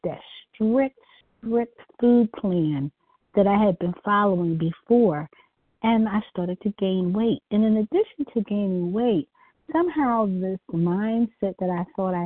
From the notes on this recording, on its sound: from the 100 Pounders Phone Meeting, 4/22/23